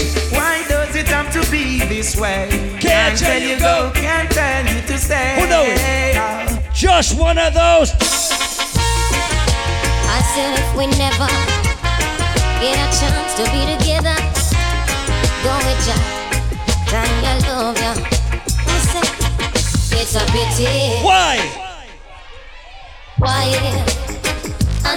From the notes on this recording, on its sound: Live audio recording of my segment at Rum Punch Thursdays in Hartford, CT on March 23rd